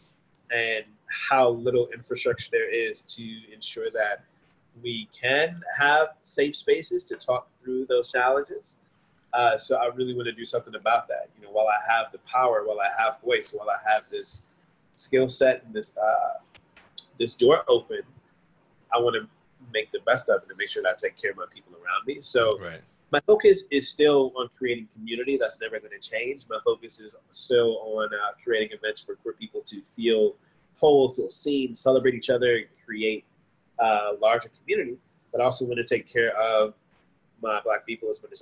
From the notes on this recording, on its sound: Currently living in Puerto Rico, I had to reach out through good ole zoom to have this conversation.